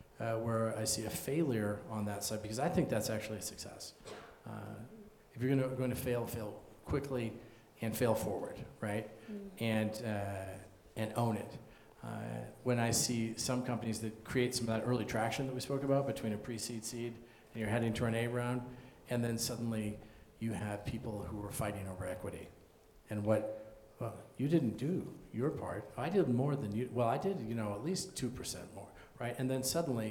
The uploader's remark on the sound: Recorded live in front of an audience of 150 students, faculty, entrepreneurs and innovators on the University of Denver campus.